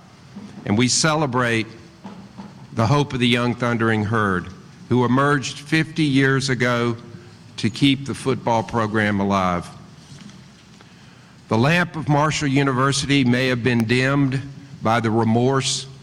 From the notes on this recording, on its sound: Live broadcast of the 51st Annual Memorial Fountain Ceremony